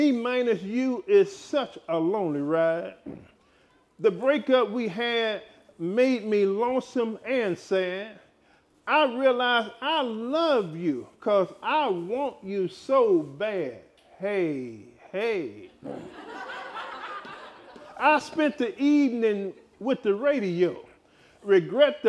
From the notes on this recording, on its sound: LIVE recording. Blue Ridge Estate Vineyard & Winery hosted their first Personal Growth Day.